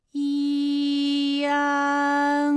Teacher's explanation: 发 i 后软腭下降，逐渐增强鼻音色彩，舌尖迅速移到上齿龈，最后抵住上齿龈